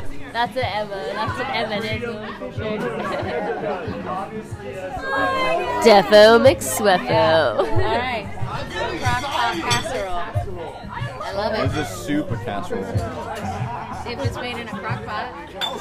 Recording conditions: background noise